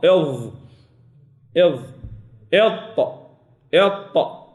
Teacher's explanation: يصعد اللسان بقوه ويترك شيئا من الفراغ بين الحنك الاعلى واللسان · Term: حروف الاطباق